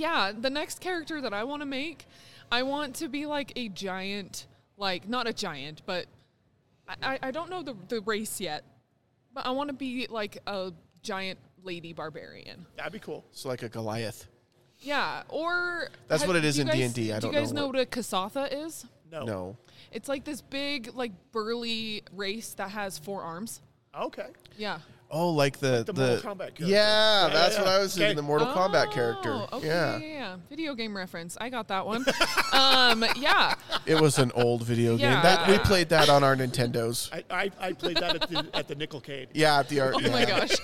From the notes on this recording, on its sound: Record live from the Megaplex Theaters at Jordan Commons during the premiere of Dungeons and Dragons!